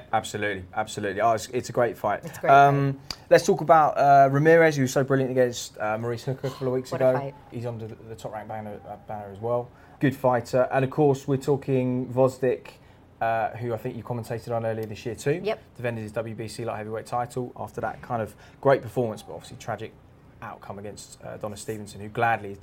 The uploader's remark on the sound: joined inside Philadephia's Liacouras Centre